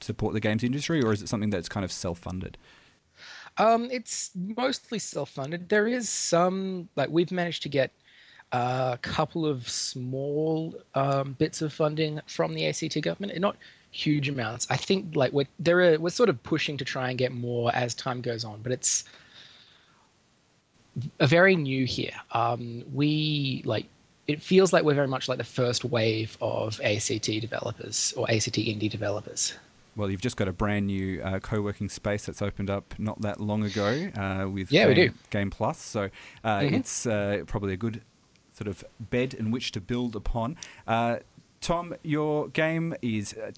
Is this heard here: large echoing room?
no